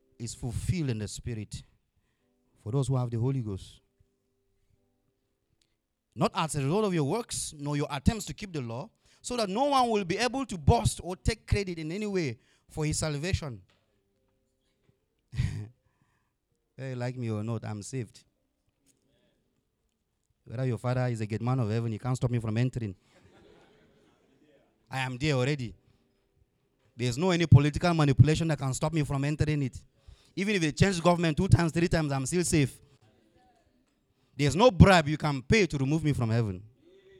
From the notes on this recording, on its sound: Audio recording of the sermon on Sunday 13, March 2022